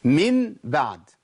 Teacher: ان انا ببدل النون الساكنه او التنوين بميم، عشان كده اقلاب، بقلب النون الساكنه والتنوين الى ميم وبخفي بعد كده الميم في الباء